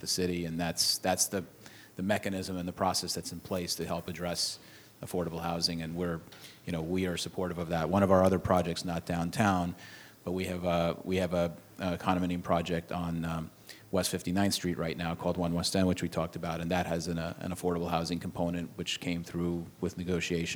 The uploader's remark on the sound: Part of the City of Tomorrow: Real Estate, Architecture & Design Summit presented by 92Y and Hundred Stories. Recorded on February 4, 2017 at 92nd Street Y.